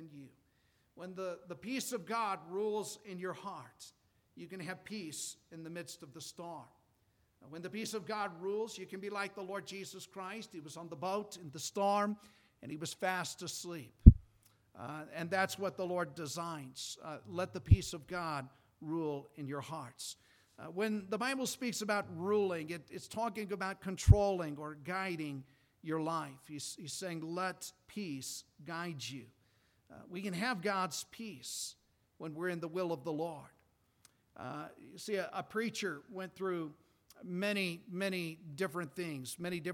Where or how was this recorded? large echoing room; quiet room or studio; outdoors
large echoing room